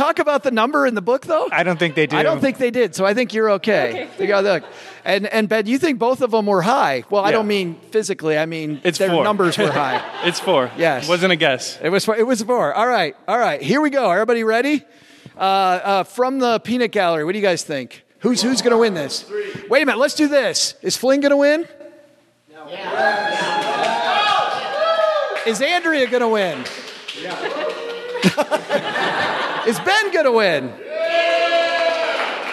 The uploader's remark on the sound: We went campin'. Dug up some inspiring and amazing money stories from fellow campers. We are live today from Camp FI (financial independence).